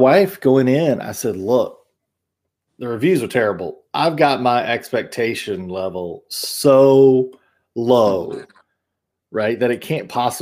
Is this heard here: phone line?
no